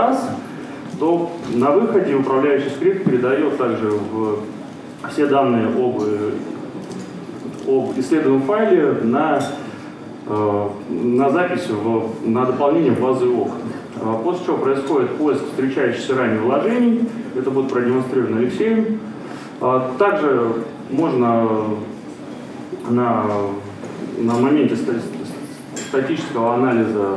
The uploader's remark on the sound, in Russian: ZeroNights2014. ZeroNights 2014 и «Открытая безопасность» представляют аудиозапись докладов с конференции. Workshop 1, Defensive track.